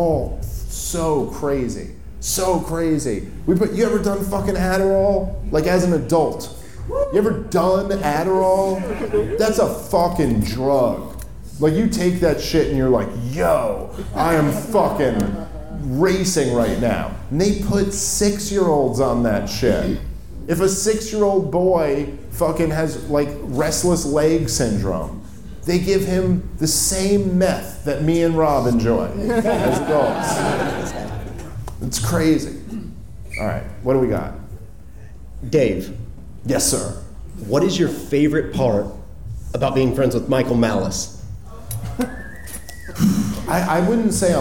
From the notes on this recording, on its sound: Live From Houston! The guys take question from the audience!